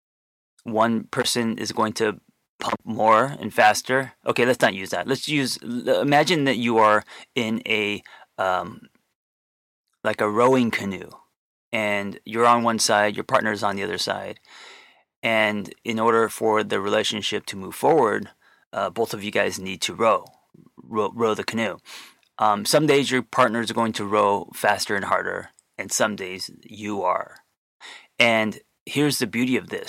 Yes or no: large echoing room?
no